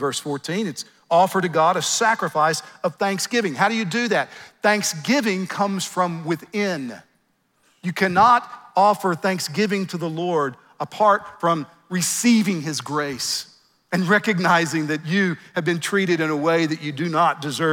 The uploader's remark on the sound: at the Founders “The Only God” national conference in Southwest Florida